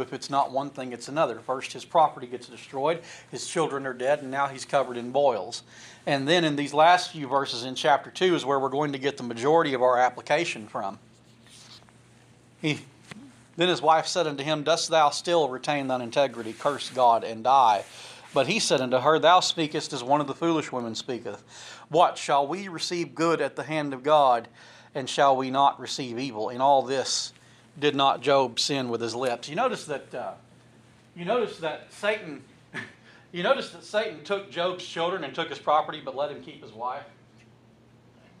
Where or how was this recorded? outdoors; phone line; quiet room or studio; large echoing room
large echoing room